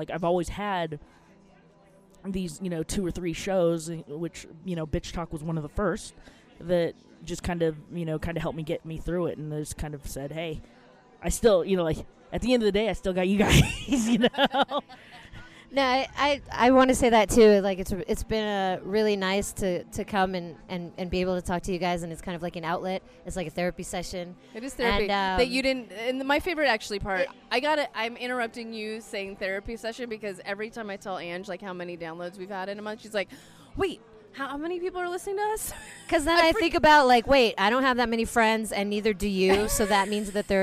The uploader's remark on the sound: RENO. Recorded some late night gems deep in the casino right as the sun was coming up.